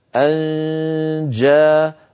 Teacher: طبعا الجيم من وسط اللسان كما مر معنا، فأنت أنتقل من مخرج الهمزة إلى مخرج الجيم من غير إغلاق له. أن جاء يعني مهيأ على مخرج الجيم من غير ضغط.